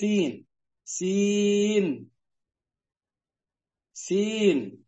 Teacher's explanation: يعني مرققة يعني مهموسة يعني من حروف الترقيق ليست من حروف التفخيم